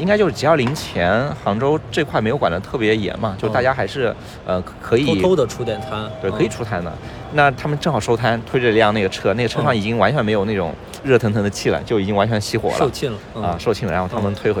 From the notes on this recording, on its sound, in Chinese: 本期录制于亚运会期间的萧山机场